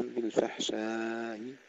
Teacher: توسط الألف مع تسهيل الهمزة بالروم